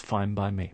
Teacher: Here we have a N sound at the end of fine, followed by a B sound in by. So the N sound starts to sound like a M.